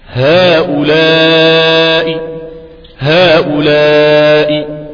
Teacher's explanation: الروم ده هنأتي ببعض الحركة، هنيجي بتلتين الحركة